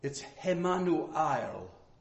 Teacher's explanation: The emphasis, or the emphasis, is on the last syllable.